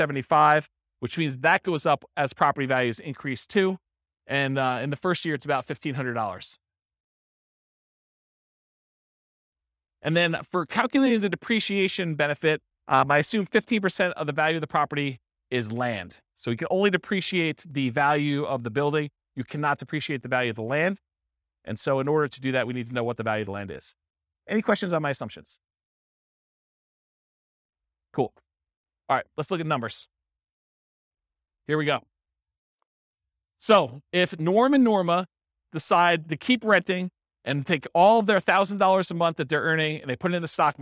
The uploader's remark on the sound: This was a live class recorded